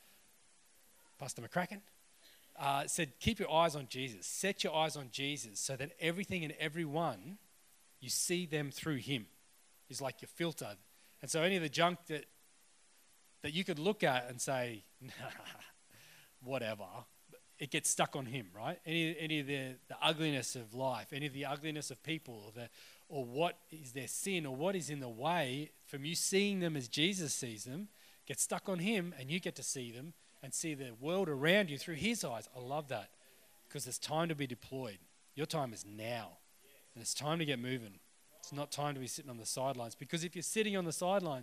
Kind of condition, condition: setting, live audience